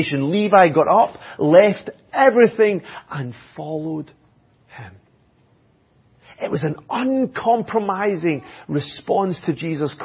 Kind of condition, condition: setting, large echoing room